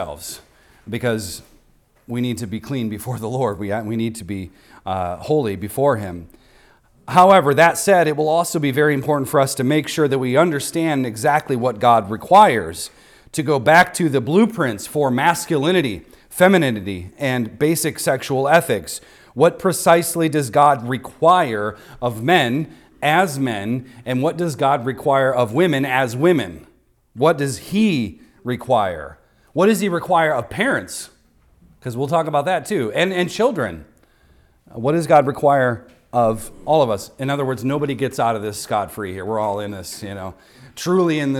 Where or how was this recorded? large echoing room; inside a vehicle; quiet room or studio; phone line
large echoing room